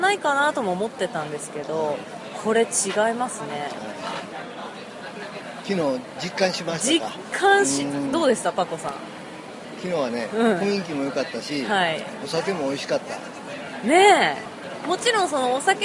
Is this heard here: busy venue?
yes